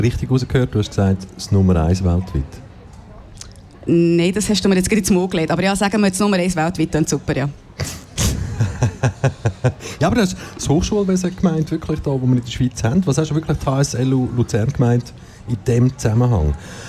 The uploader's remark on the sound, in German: Festivalausgabe live aus dem Merkerareal in Baden.